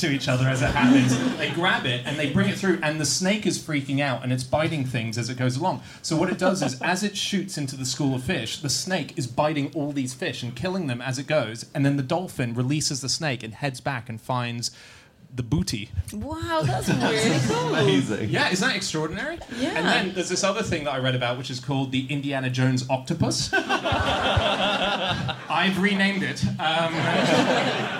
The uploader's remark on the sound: Live from Up The Creek in Greenwich to celebrate the third birthday of the podcast